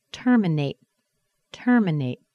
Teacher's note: The first T sounds like a T because it's in a primary stress and also it's the beginning of a word. And the last T is held inside of the mouth.